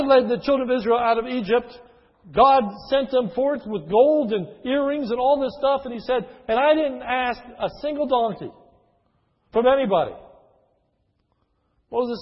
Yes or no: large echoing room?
yes